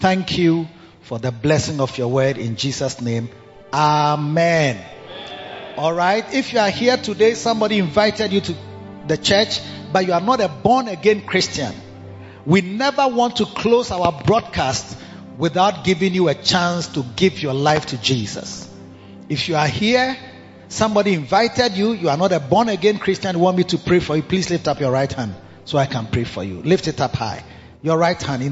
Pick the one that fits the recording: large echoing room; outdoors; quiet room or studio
large echoing room